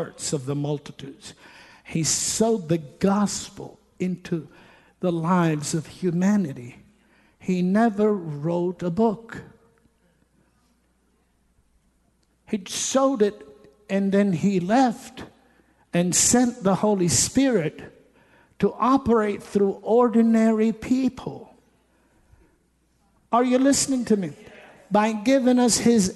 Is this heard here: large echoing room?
yes